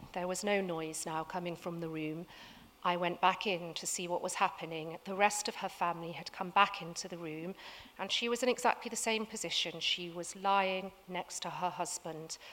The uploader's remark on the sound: Recorded at 5x15 at The Tabernacle in London, November 2017.